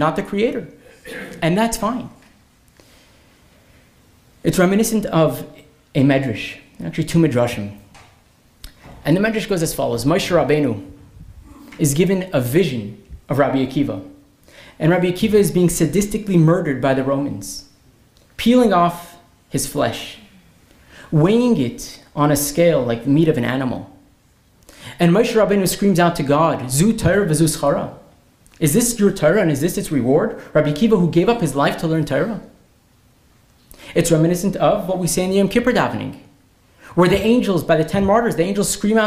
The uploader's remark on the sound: This lecture was presented at Kollel Menachem's Yarchei Kallah in Melbourne Australia, December 2023